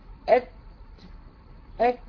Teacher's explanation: الشده والهمس في الكاف والتاء صفات على الترتيب وليس في ايه صفات ايه يعني ماشيين مع بعض، ولكن هي صفات على الترتيب.